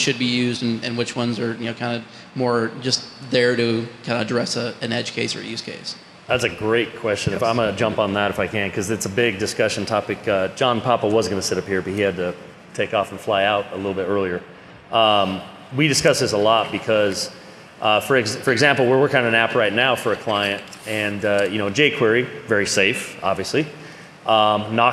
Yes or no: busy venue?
yes